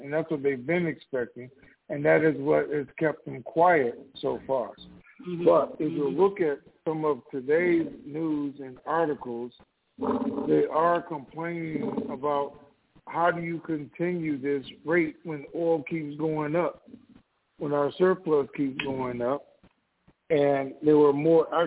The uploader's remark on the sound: TNTSuperfantastic Conference Call.